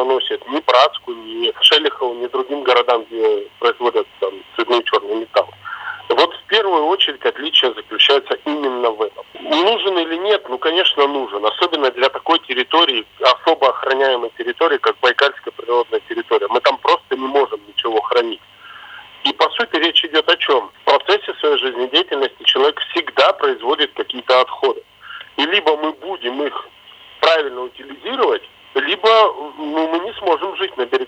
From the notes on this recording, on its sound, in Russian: Беседует с ним по телефону. Ведущая Иркутского радиоканала.